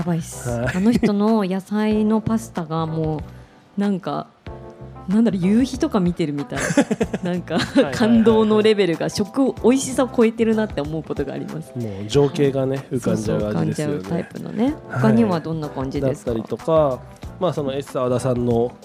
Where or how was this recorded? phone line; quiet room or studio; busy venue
busy venue